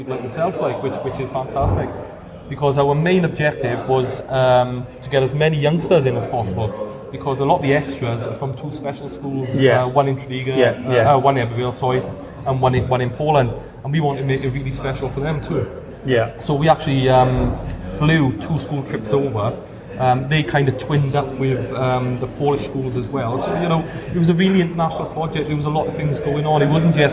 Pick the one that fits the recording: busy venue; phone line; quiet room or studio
busy venue